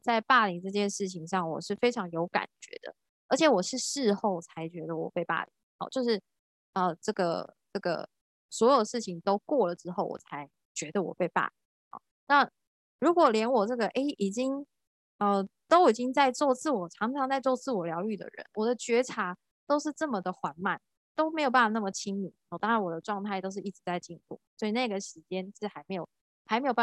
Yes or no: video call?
yes